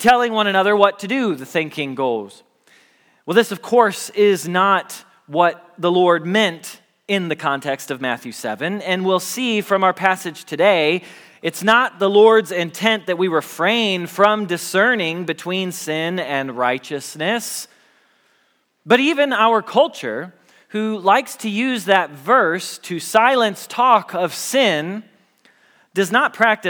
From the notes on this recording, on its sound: Message Preached at Valley Creek Church